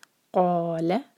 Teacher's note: قاف heavy letter ہے اور حلق سے آواز نکلنی ہے قاف کی. قال لا ایک حرکہ، اس کو لمبا نہیں ہونے دینا ورنہ میننگ بدل جائے گا.